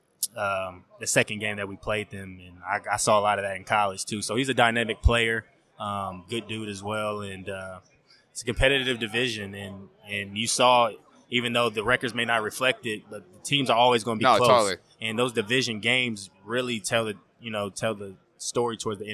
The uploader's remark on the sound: on Super Bowl Radio Row!